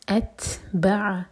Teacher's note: تا پر ہمز اور سکون کے بعد با پر زور دیا جائے گا